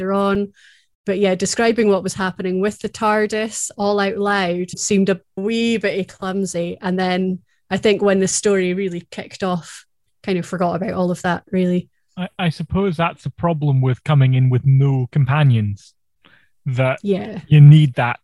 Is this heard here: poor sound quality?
no